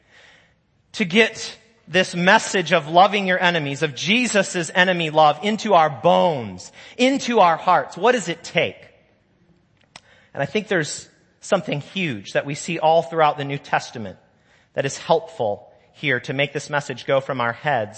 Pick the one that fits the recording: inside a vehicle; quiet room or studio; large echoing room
large echoing room